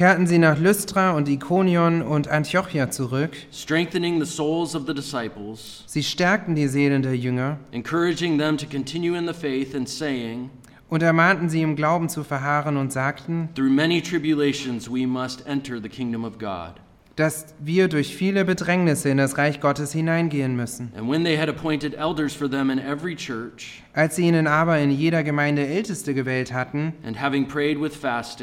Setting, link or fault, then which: setting, large echoing room